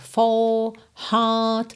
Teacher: O inglês britânico não enrola os R's e alonga a vogal anterior.